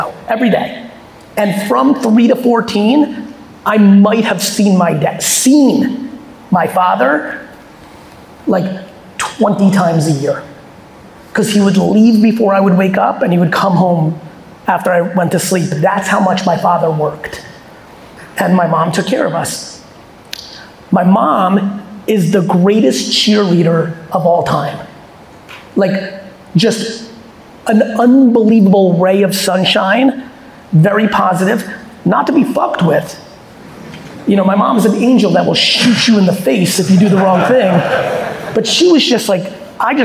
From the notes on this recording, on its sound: a fireside chat I recently had in Houston, Texas